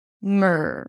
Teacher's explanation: So you close the lips for the M, and then you pull the tongue in for the R, mur. There is no vowel in the middle. It's the R as in stir, as in first, mur, mur. Then you bring the tongue up for the D sound, and then you pull it in for the R, dur, dur.